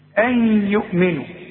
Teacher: إدغام، إدغام بغنة، نون بعدها ياء أغن، أوعى تنسى الغنة.